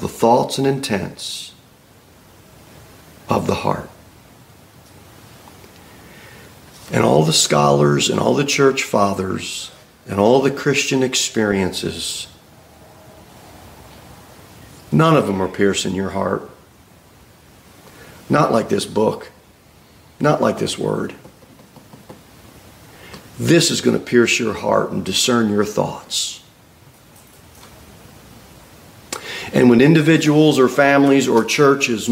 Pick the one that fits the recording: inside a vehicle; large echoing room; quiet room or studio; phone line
large echoing room